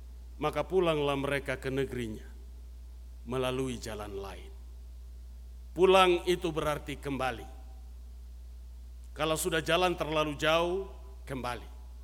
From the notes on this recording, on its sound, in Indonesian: RSK 98.6 FM. Rekaman ibadah Minggu Malam tgl 25 Des 2022.